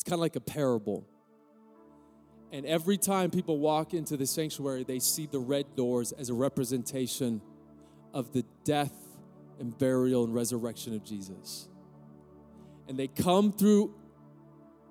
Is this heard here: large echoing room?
yes